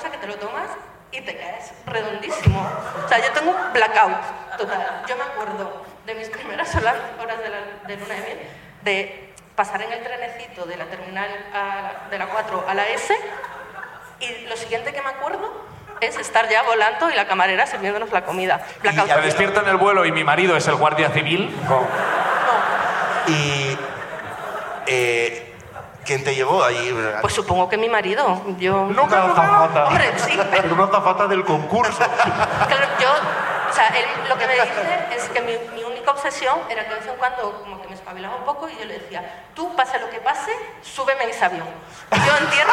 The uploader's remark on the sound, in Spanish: La Ruina desde Madrid. El público de La Ruina.